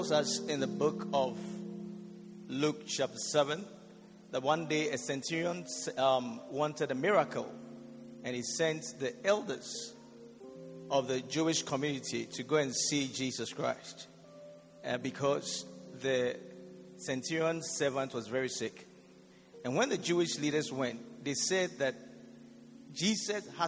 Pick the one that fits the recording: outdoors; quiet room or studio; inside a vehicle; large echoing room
large echoing room